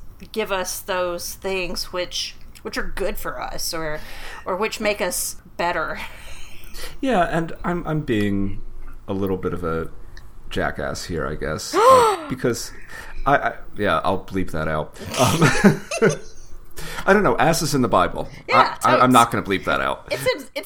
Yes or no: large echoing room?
no